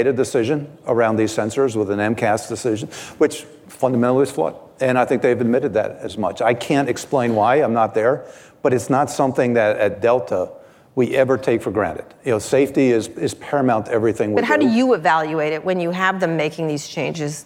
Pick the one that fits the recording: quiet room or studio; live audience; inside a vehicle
live audience